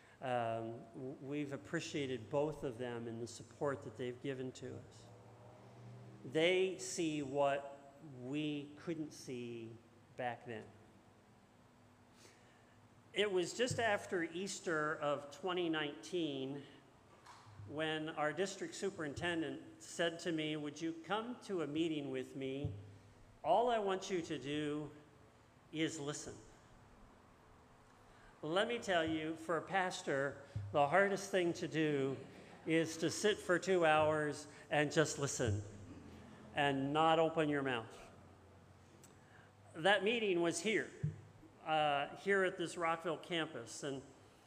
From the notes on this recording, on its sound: At Linglestown Life’s Rockville Campus in Harrisburg, PA.